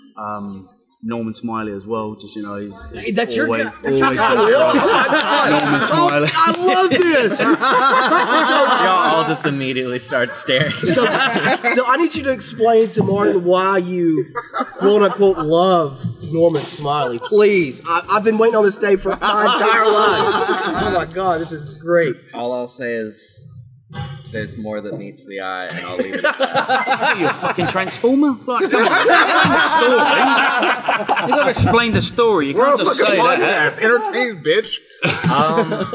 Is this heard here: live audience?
yes